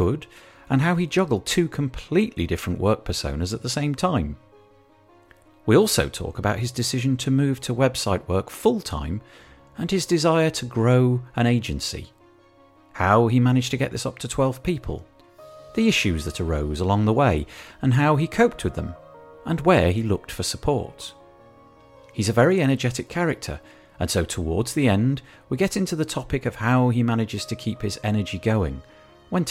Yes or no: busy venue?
no